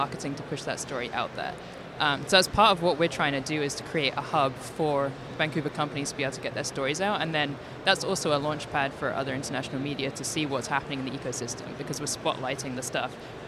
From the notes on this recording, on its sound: Vancouver Takeover at Collision Conference. Live at Collision Conference.